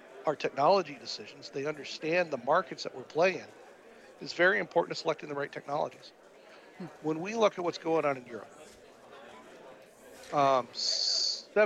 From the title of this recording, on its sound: Live at AFPM